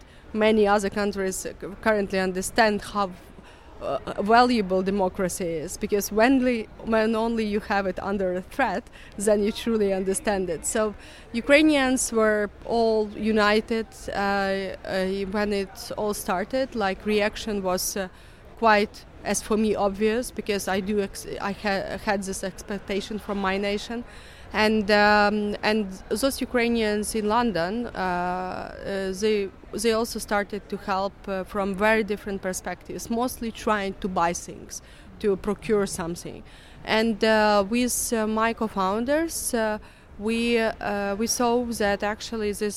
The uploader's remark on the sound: In this bonus episode recorded at Sibos. The annual transaction banking conference.